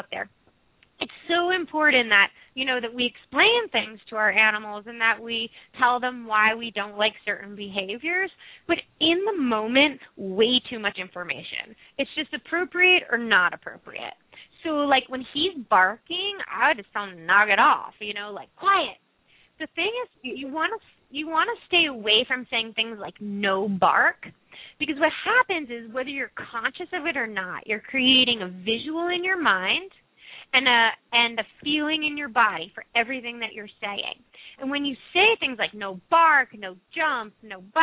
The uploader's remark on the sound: Open up the lines for listeners to call.